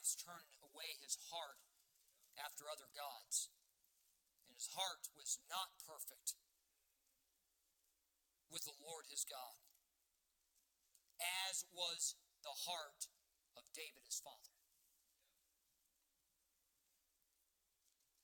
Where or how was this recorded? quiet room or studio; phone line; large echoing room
large echoing room